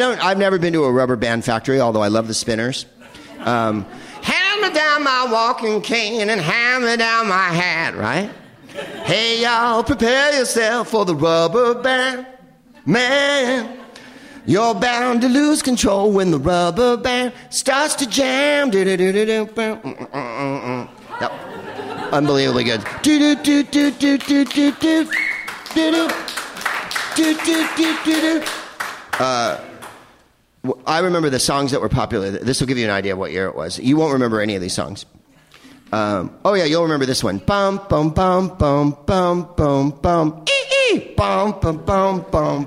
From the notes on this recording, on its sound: Live from the Upfront Theatre in Bellingham